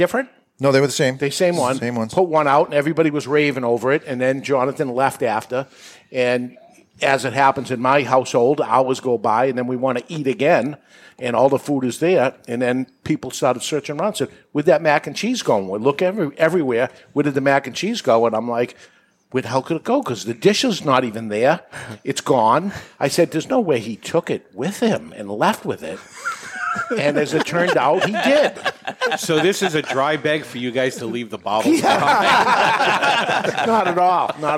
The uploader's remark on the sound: Is recorded live in front of a studio audience at Studio 21 Podcast Cafe upstairs at Two Guys Smoke Shop in Salem, NH.